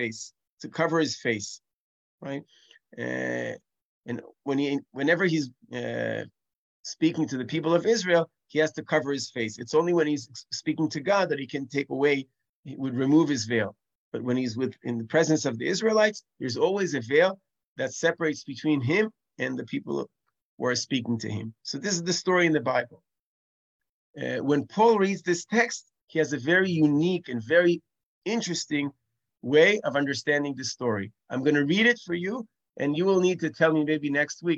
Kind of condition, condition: link, video call